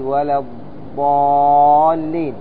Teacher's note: قال: ميزها بالاستطالة، الضاد مستطيلة من حافتي اللسان، مخرجها من حافتي اللسان.